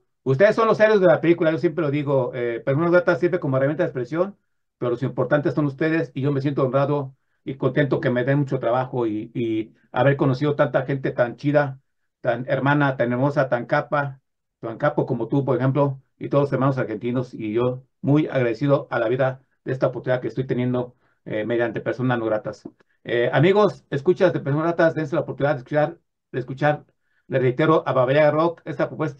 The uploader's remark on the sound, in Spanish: Charlamos vía zoom